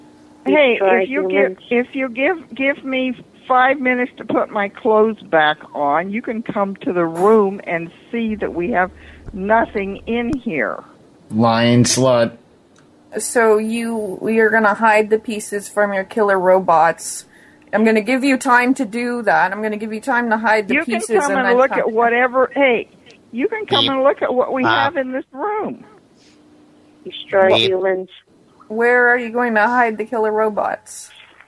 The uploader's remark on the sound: Prank Phone Calls Collection.